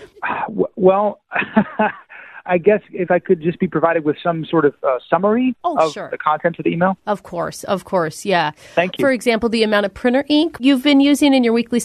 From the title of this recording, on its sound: Phone Tap